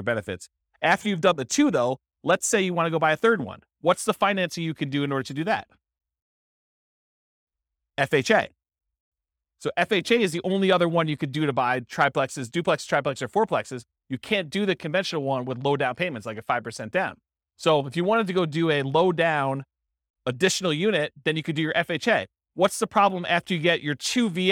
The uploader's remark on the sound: This was a live class recorded